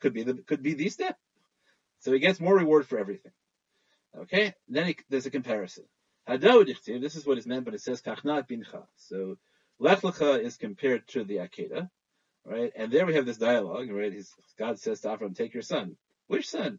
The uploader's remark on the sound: ZOOM Shiur